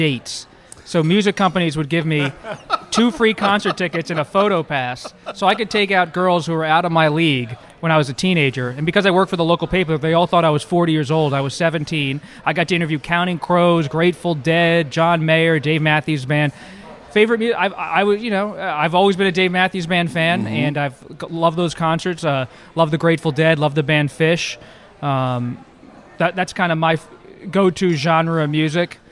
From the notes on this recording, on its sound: at Chef Geoff's in Washington, DC's West End neighborhood